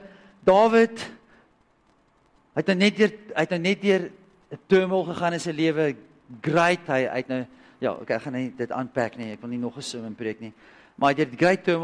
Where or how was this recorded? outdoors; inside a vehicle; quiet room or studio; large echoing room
large echoing room